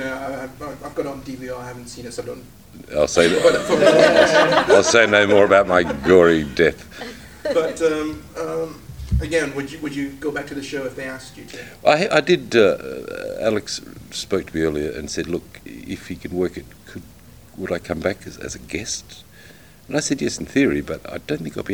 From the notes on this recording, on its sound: recorded at this year's MCM London Comic Con